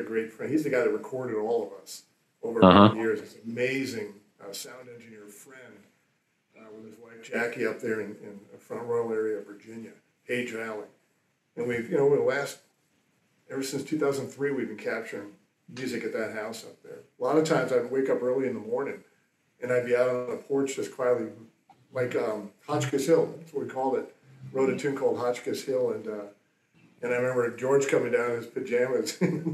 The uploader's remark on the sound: We did experience some technical issues that were out of our control. We decided to leave this unedited.